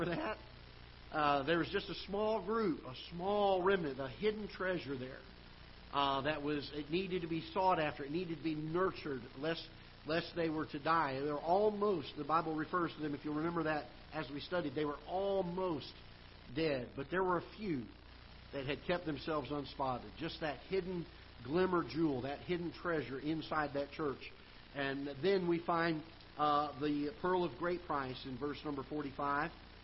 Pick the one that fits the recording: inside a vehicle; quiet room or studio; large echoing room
large echoing room